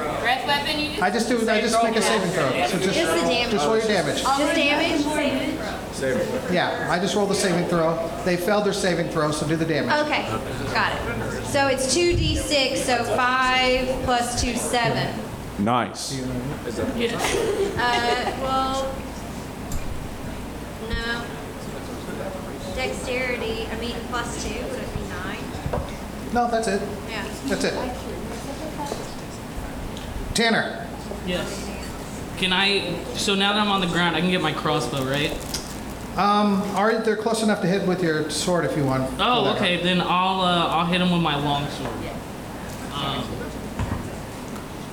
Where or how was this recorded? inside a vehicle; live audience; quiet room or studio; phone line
live audience